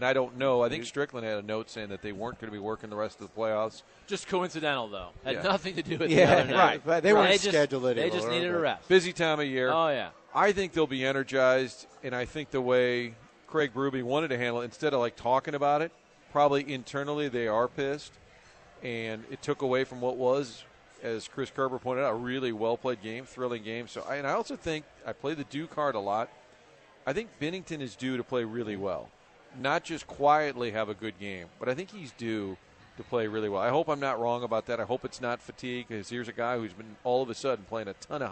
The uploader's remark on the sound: Broadcasting live from the Westport Social.